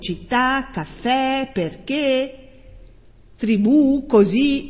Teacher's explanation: le parole ossitone, le parole che hanno un accento tonico che cade sull'ultima sillaba